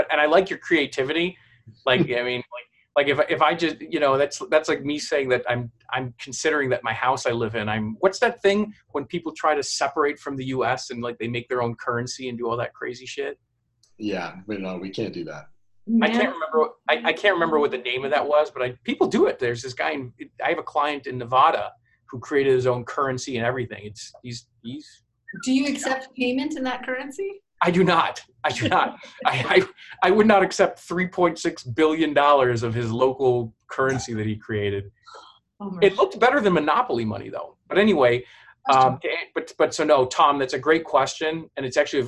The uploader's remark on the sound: To speak with the Clips4Sale community via the live webinar from April 22, 2019 at 4:00pm EST.